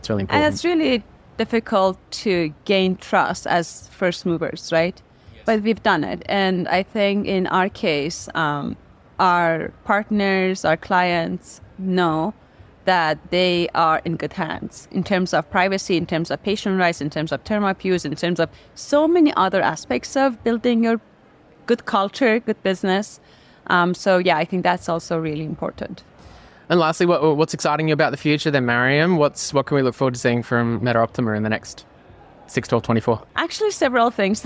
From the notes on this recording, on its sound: Recorded at HLTH. HLTH 2023 Las Vegas, Feature Episode. Attends HLTH 2023 in Las Vegas with over 10,000 attendees to speak with industry experts and thought leaders.